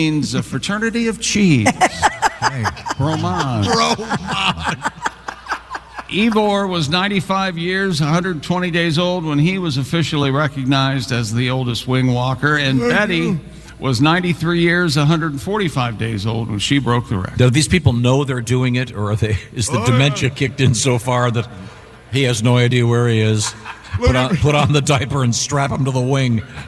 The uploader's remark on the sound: We're live from the Indiana State Fair